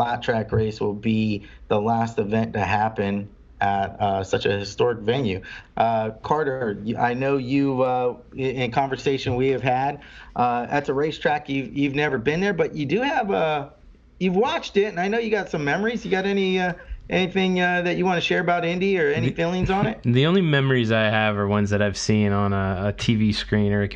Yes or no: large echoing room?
no